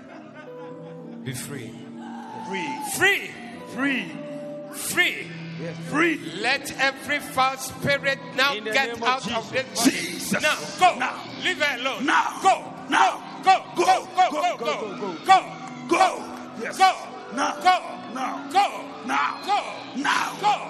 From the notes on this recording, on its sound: Preached at the 2023 More Than You Can Carry Day 3